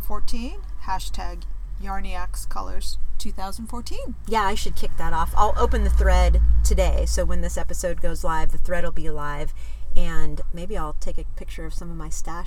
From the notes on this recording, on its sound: We record on West Cliff Drive in Santa Cruz!